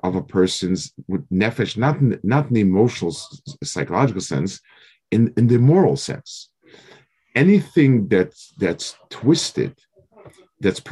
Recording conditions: video call